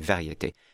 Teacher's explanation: And you notice that second R. I almost ghost it. It's a very small, almost muted sound